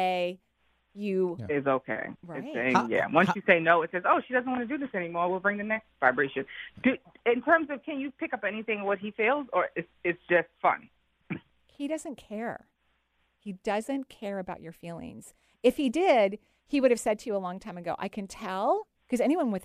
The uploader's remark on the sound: We're celebrating with a call-in show today.